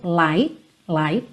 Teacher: Percebe que o T do light quase não é audível, light, não fica light.